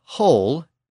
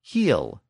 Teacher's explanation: So from the older word whole to the newer word heal, we can hear that shift from the back vowel to the front vowel.